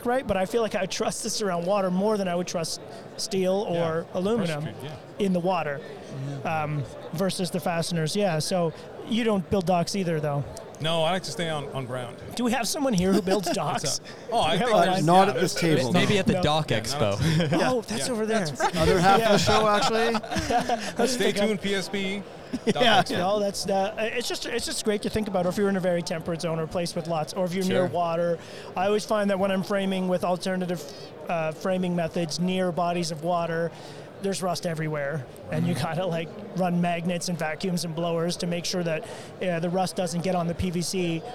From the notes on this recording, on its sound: Shot a LIVE episode from the Owens Corning booth.